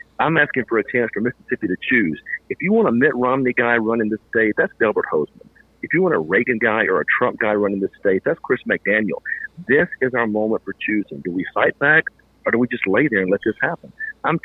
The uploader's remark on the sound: took the time tonight to call in for a no-holds barred, uncensored interview with me